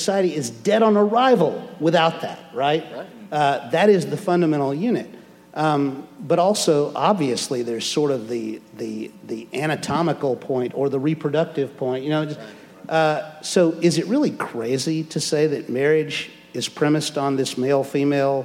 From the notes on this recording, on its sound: answers questions from the audience.